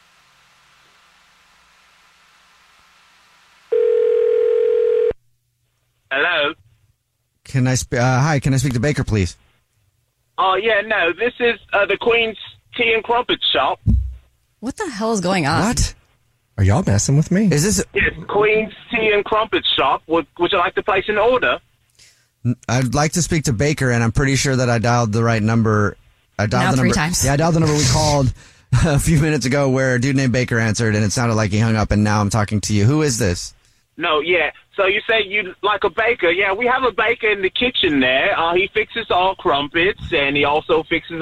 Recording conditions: phone line